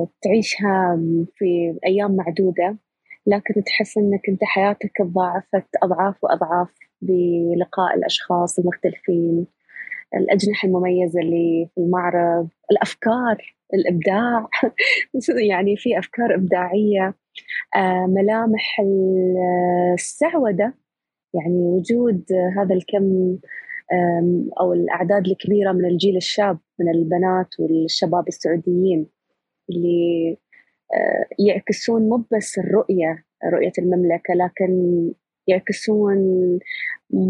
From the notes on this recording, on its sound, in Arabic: تسجيل لمساحة ابن رشد الأسبوعية على منصة تويتر.